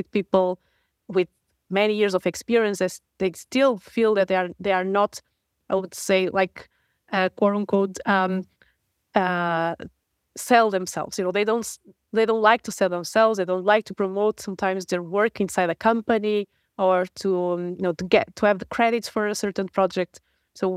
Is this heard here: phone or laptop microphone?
no